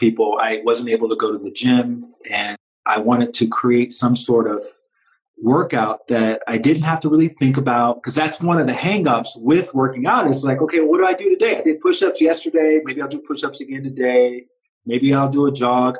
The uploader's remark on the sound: a punchy compilation of conversations from Instagram Live